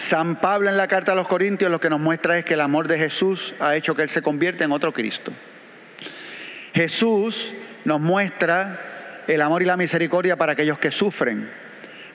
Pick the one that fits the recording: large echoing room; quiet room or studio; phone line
large echoing room